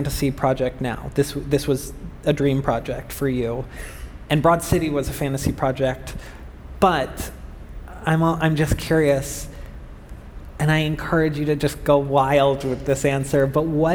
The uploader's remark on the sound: LIVE on the TED Conference stage